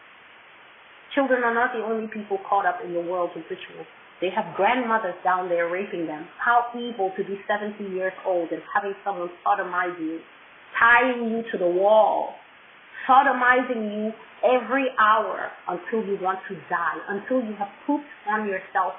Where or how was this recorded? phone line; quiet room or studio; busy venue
phone line